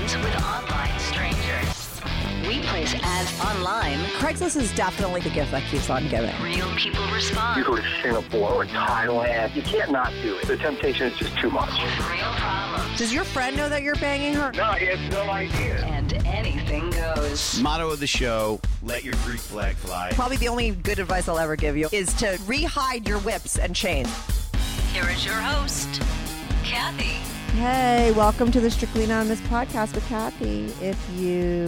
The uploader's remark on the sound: She called in to talk all about it.